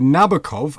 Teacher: Englishmen say Nabokov, accent on the first